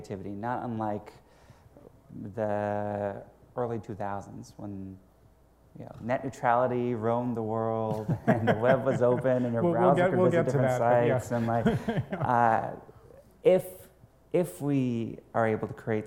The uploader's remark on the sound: Recorded at the CB Insights A-ha Conference